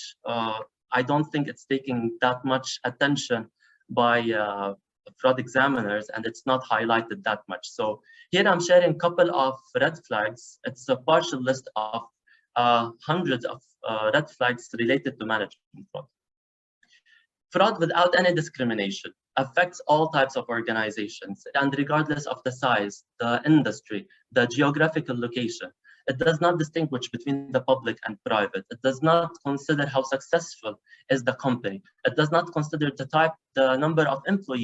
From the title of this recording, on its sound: Live Webinar